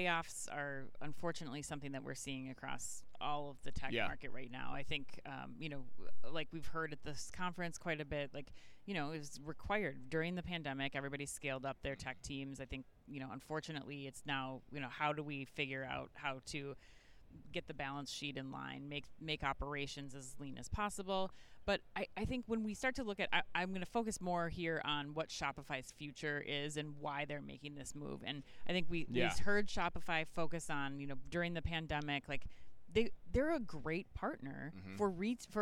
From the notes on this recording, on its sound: Live from Shoptalk Europe in Barcelona.